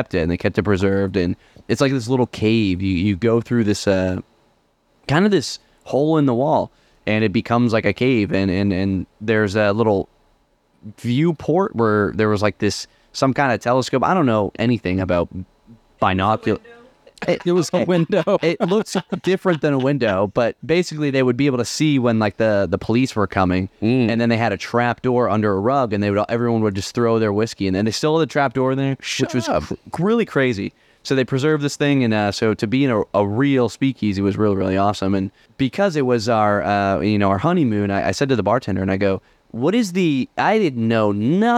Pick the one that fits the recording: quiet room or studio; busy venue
busy venue